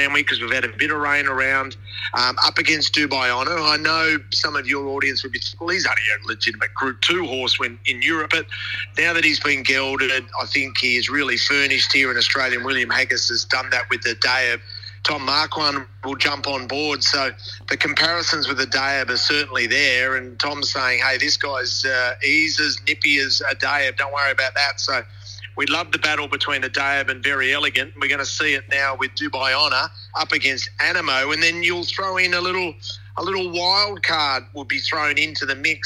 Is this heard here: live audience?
no